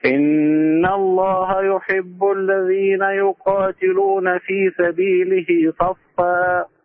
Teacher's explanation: لو وقفت صفا الفاء مرققة